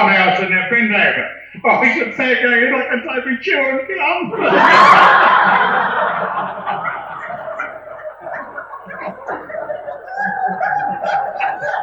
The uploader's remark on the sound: An original tape cassette recording from Healesville’s first Tall Tales in 1993. Interviewed six long time locals at the old Anglers Hall in Lalors Road. The old tape recordings were not the best quality.